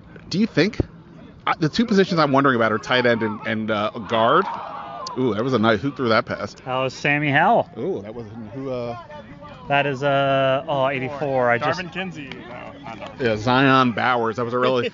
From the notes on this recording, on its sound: Is talking about OTAs live during practice. From the sideline as practice happens steps in front of them.